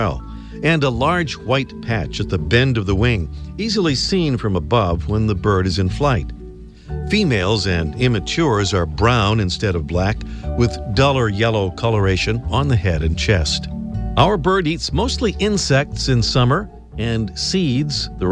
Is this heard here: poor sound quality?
no